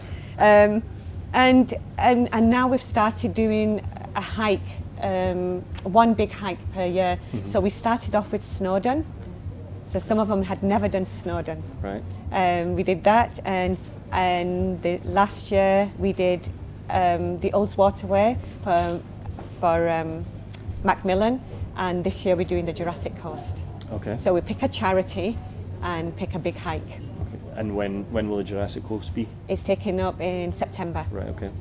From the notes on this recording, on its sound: Following her talk at Keswick Mountain Festival on the Craghopper stage. The weather turned and there is a bit of background noise due to the wind and other festival goers. The other issue was a technical one, meaning there is only one camera view.